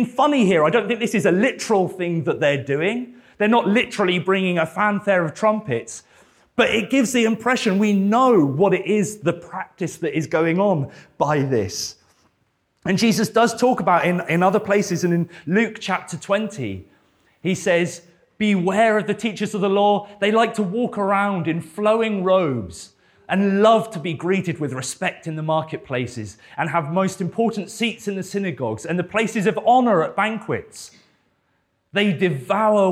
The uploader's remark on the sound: This sermon was preached at Welcome Baptist Church on Sunday 12th March 2023.